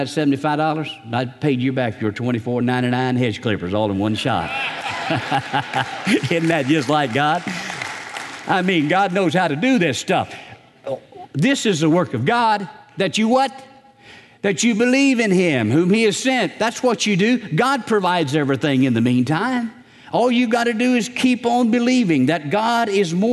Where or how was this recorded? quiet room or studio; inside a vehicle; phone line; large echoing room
large echoing room